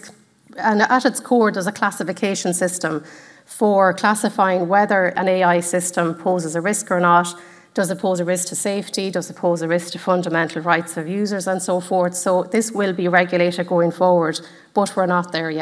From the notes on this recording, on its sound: In this recording from our seminar on 18 May 2023